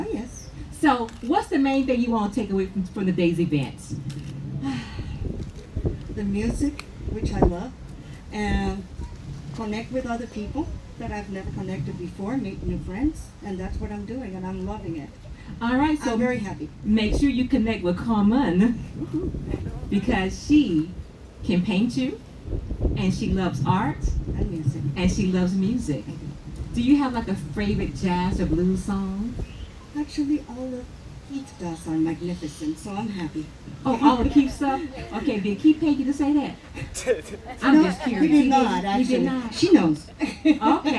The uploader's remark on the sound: The …, a 501(c)(3) organization's fundraiser event, the "International Jazz Art & Blues Festival". At the Tuscawilla Art Park, Ocala Florida. The Ocala Arts & Entertainment Podcast conducted a set of live interviews at the event.